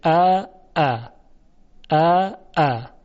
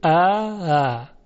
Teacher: حالا گفتن همزه دوم رو تسهیل کنید، یعنی اینطوری بگیم ا، دقت بفرمایید، یه کمی مشکل هست این کار. ا یعنی دومیه دیگه اون تیزی صدا رو نداره، این رو بهش میگن تسهیل، یعنی دومی بین همزه و الف تلفظ بشه · Shown in: second take